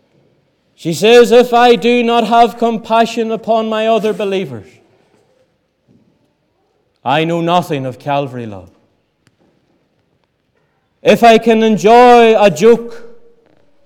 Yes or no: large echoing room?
yes